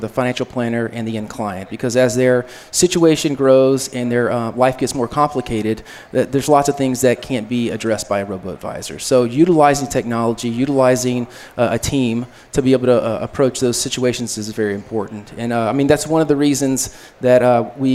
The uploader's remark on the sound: Live from AICPA Engage 2018